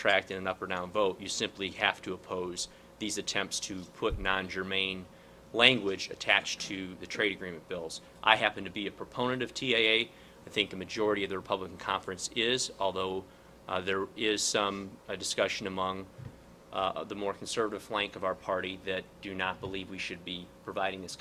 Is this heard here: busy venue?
yes